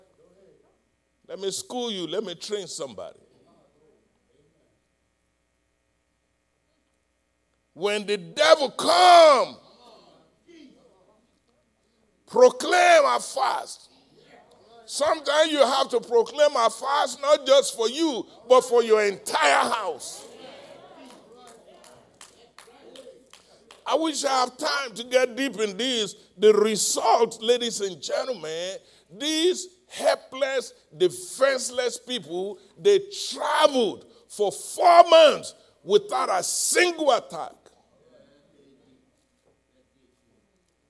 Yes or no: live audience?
yes